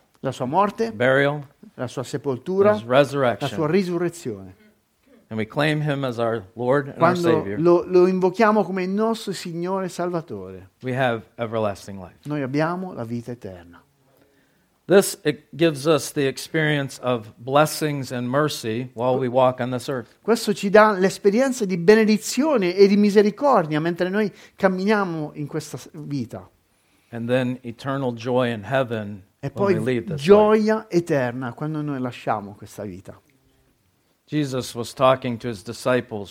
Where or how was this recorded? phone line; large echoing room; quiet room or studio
large echoing room